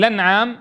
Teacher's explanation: بنقل حركة الهمزة إلى اللام والاكتفاء بها عن همزة الوصل